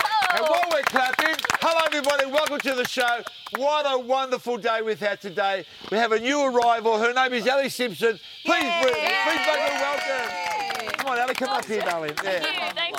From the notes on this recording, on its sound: in front of a jungle studio audience